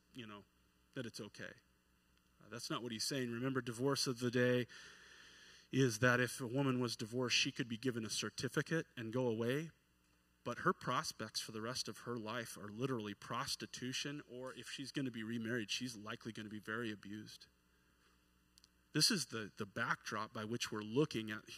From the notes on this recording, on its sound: at New Horizons Church in McMinnville, OR on Sunday morning